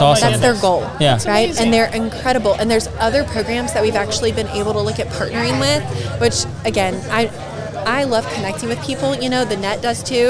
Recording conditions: busy venue